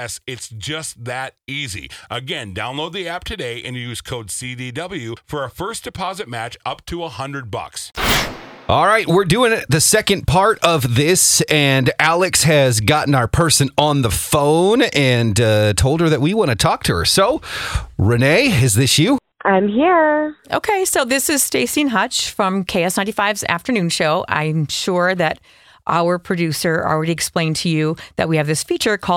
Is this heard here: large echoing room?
no